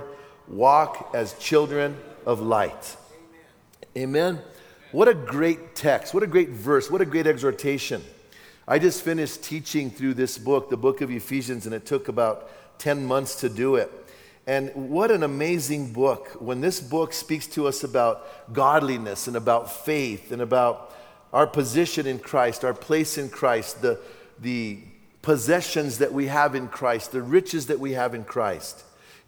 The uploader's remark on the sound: from the 2017 Southwest Men's Conference